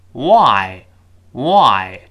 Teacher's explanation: 这个 W，这个辅音是双唇碰撞之后又分开的